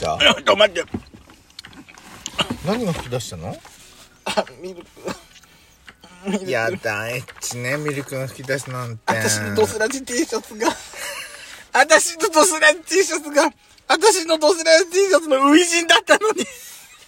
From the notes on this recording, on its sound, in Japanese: 今回はお茶の間ASMR風な感じで。パーキング収録。ドスラヂお食事ASMR。